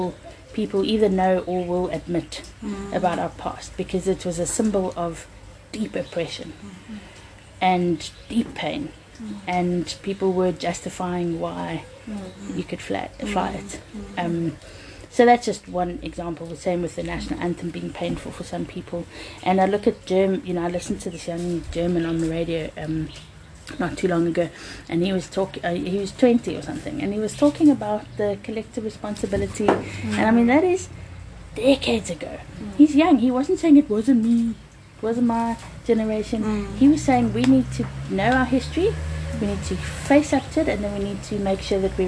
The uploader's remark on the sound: We recorded these outside because of Covid and so please enjoy the garden life sounds